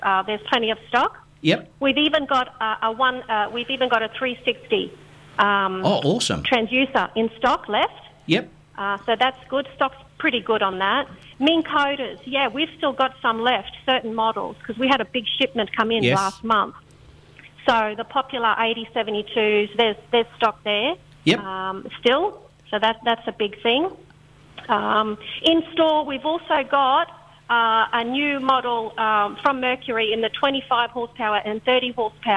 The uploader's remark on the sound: Is on the phone. Stuck on a mud bar we have a laugh about our various experience's.